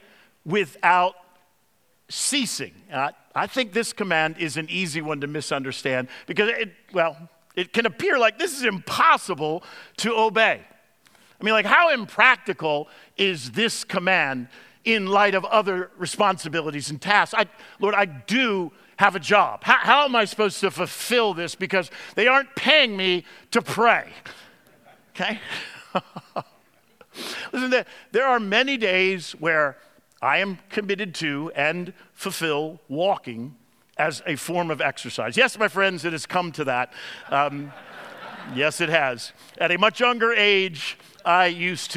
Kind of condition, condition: setting, large echoing room